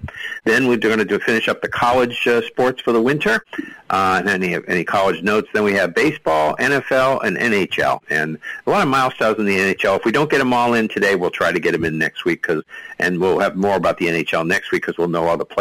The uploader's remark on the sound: take your live calls